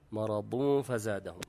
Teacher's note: هنا الحكم التجويدي إخفاء وجود التنوين وبعدها حرف الفاء